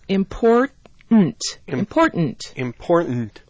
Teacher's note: Now what happens in some dialects of English, and there are a lot of North American dialects where this happens, what happens is that the T doesn't get released